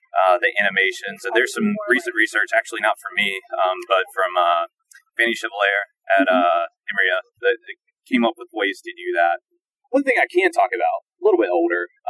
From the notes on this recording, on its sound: Recorded along the lovely Boston Harbor (enjoy the outdoor sounds)